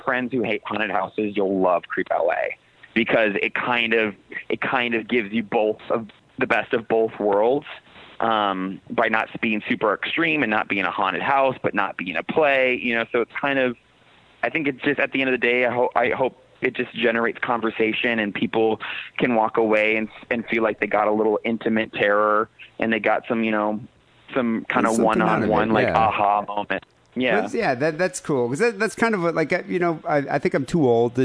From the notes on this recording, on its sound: Phone calls